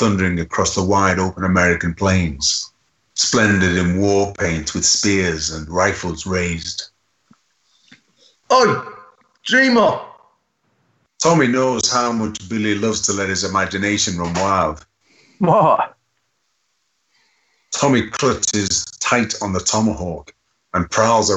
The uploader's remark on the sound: Are self-isolating in their tepees, down on the Irwell. Over Skype. In the background, screaming through the night there are constant ambulance sirens, it disturbs, but the Sioux speak, they laugh, and they cry.